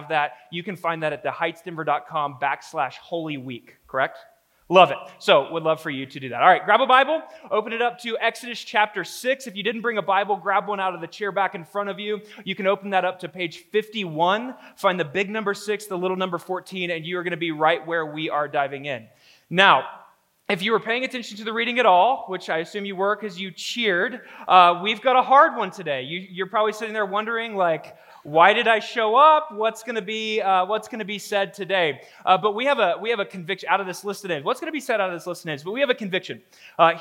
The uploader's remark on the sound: The following episode is a live recorded sermon from the Sunday gathering at The Heights Church Denver